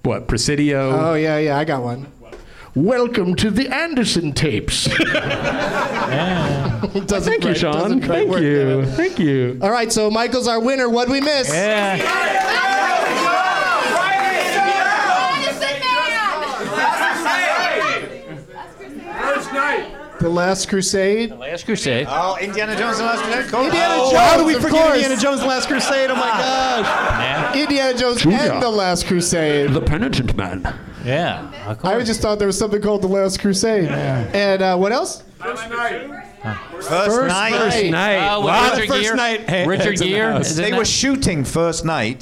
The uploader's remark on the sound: Live from the NerdMelt Showroom